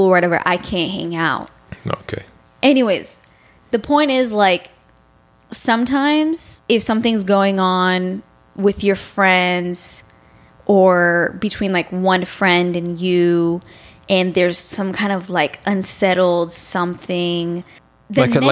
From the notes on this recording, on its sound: sorry for the slight buzz in the background, not sure what it was.